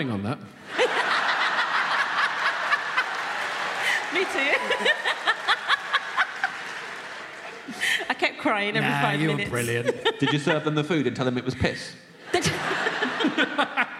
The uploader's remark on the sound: It’s our first episode from the Off Menu live tour! Live at the Birmingham Hippodrome.